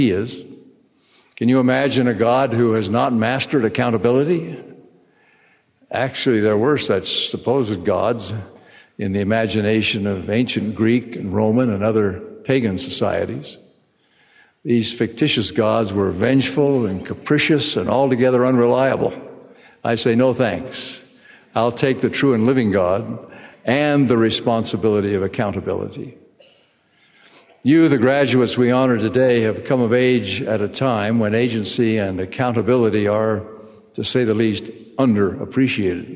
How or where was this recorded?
live audience